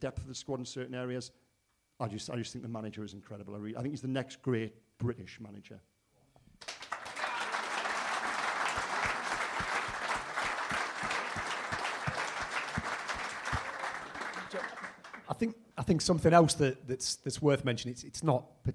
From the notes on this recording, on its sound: in front of a live audience.